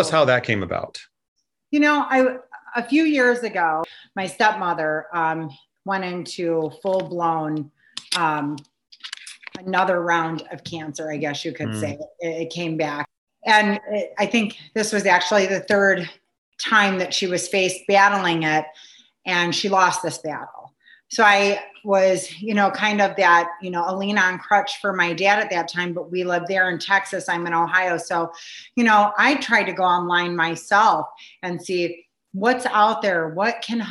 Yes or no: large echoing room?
no